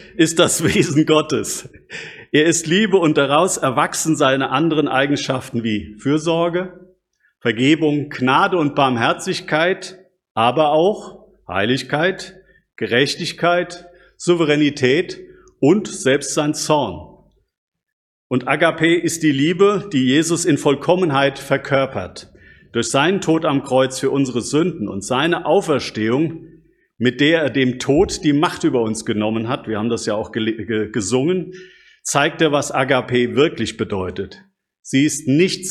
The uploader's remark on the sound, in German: Predigt aus dem Gottesdienst